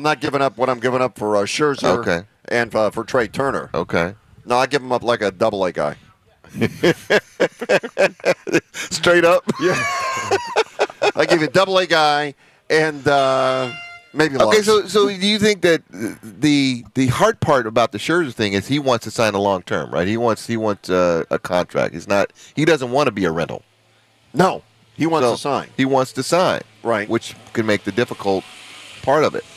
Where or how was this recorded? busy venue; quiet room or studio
busy venue